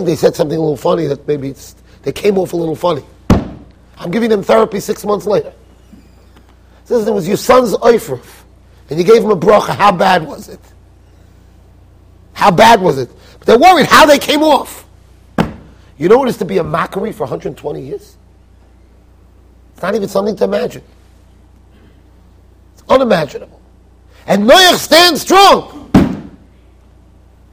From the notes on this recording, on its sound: Shiur recorded in Yeshivas Ohr Reuven, Monsey NY.